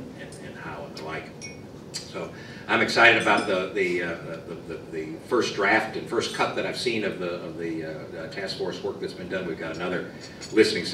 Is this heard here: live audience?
yes